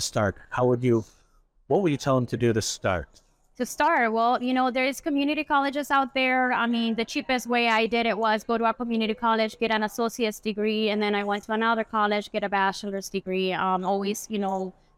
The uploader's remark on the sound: live from the Chicago Midwinter Show